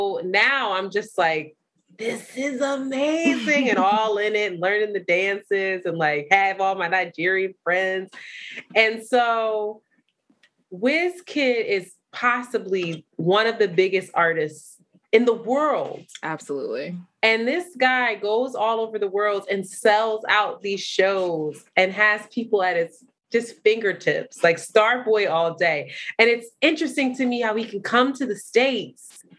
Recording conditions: video call